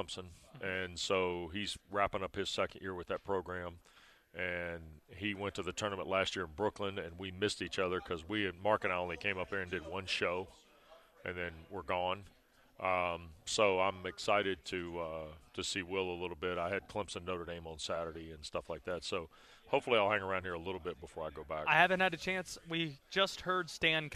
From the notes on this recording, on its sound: live from the ACC Tournament at the Greensboro Coliseum